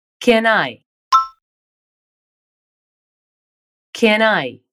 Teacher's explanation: Primeiro temos a palavra can, que é pode, seguida da palavra I, que significa eu. Você vai pronunciá-la sem pausa alguma, como se fossem uma coisa só.